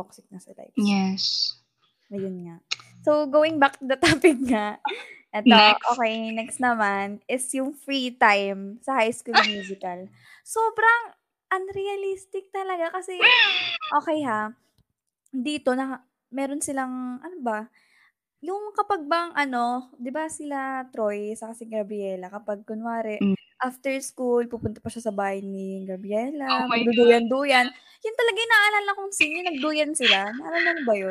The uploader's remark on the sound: Bear with us as our doggos refused to cooperate.